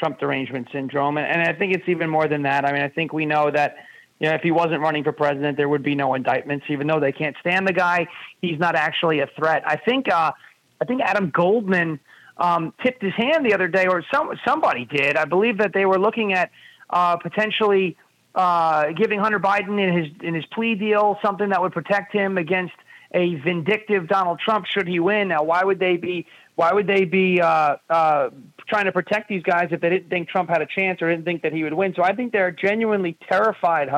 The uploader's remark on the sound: we take your calls in open phones across America.